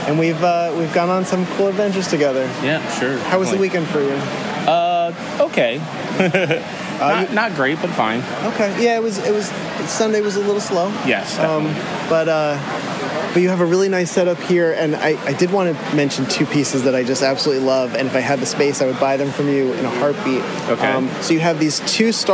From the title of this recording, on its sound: Live From The Toys For The Ages Expo